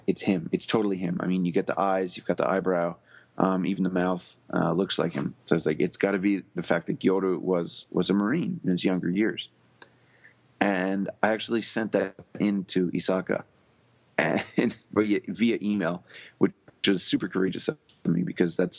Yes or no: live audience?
no